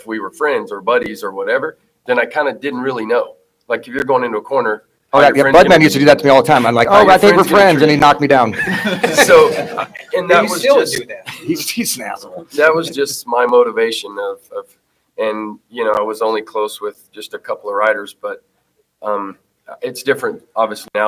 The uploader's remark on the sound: Tonight's show comes from interviews done at the Justin Brayton Shootout. At Pole Position Raceway in Grimes, Iowa.